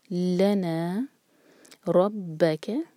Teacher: دو syllable والا ورڈ ہے تو لا پر زور دیں گے